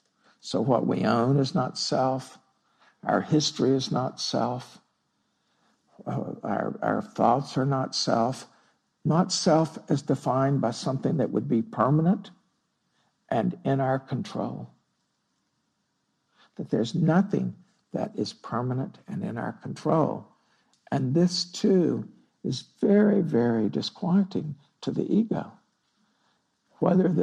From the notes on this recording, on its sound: Recorded at Spirit Rock on September 19, 2016. (Spirit Rock Meditation Center).